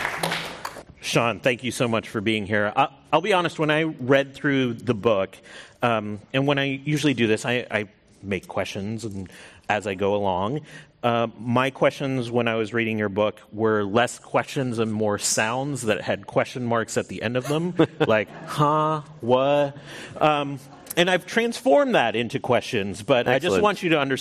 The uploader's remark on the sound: This program was recorded in front of a live audience at The Oshman Family JCC in Palo Alto, CA on September 14th, 2019